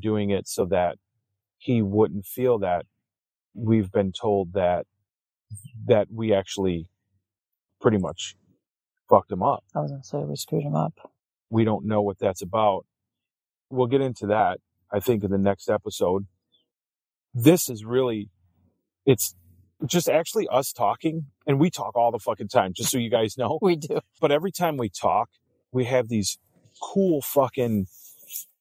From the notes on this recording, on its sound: We're recording this one on the road, from our Overland trailer in Alpaca, Wisconsin. So, you'll hear the calming sounds of nature, birds chirping, and the crackle of a fire in the background.